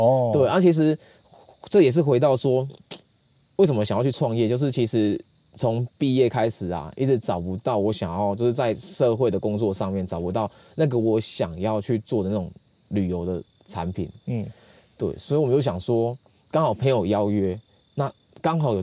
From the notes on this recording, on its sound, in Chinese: 我們現在錄音的地點，就是在新竹五峰鄉的羅山林道。本集節目是在野外錄音，所以收音品質並不是這麼理想，可能還會聽到些許山林中的蟲鳴鳥叫，還請您多多包涵。